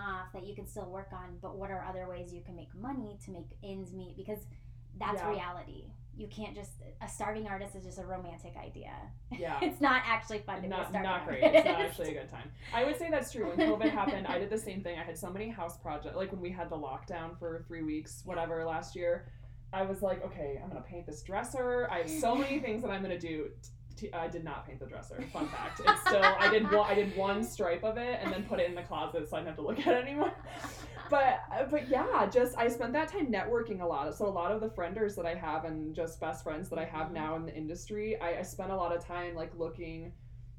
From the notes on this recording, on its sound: Bare with us as we are still learning how to properly record a podcast/volume control LOL